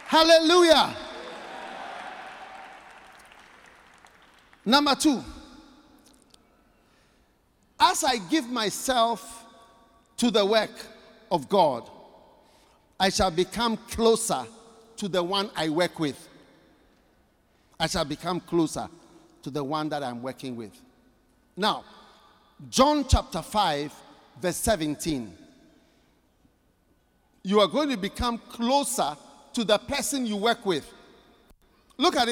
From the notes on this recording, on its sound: Preached at The Qodesh Tsalach Night Service, North Kaneshie. Accra.